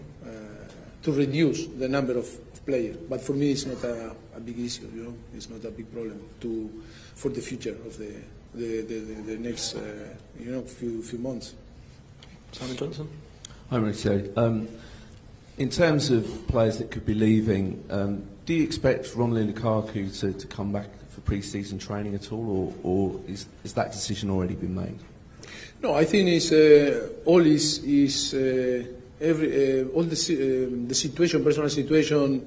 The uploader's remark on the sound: Press Conference